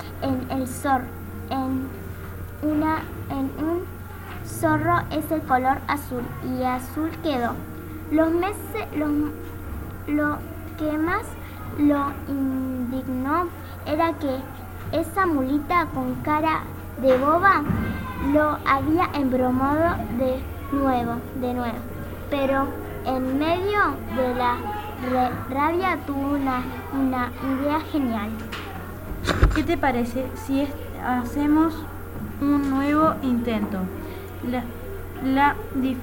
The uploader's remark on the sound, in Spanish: En 4to B aprendimos a grabar audiocuentos en la XO. Con el programa Audacity de la XO.